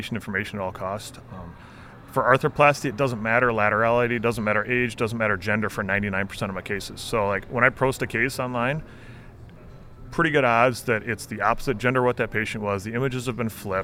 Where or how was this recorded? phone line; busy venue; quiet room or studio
busy venue